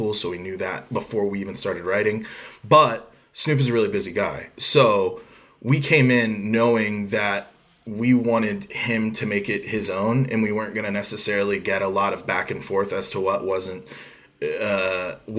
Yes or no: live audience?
no